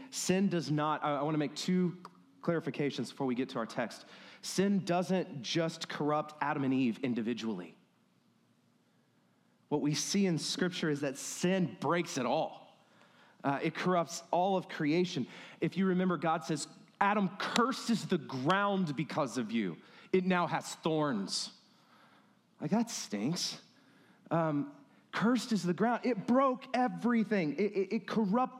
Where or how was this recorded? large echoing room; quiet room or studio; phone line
large echoing room